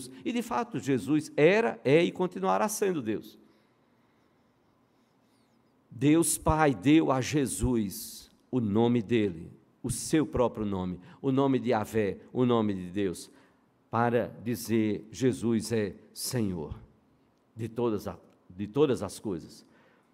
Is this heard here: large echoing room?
yes